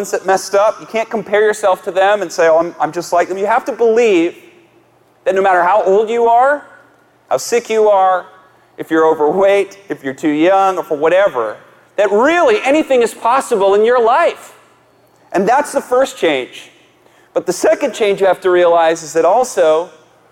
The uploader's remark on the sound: live message from the Kingdom Men's Gathering